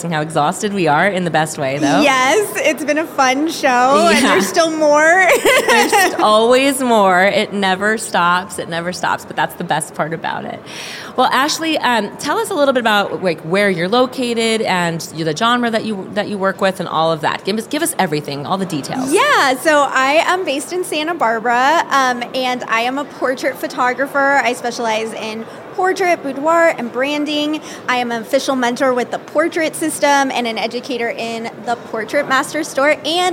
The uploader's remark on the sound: Live From WPPI 2023! Hosted a LIVE podcast on the WPPI stage. Chats with guests about their experience at the conference.